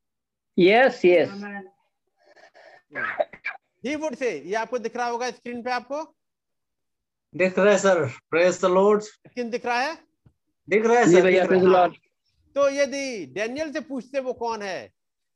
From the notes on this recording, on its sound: Arunachal Pradesh. Zoom Meeting.